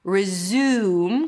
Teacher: Resume, it's an R sound, then a Z, and then the U as in food. Resume, close it with an M.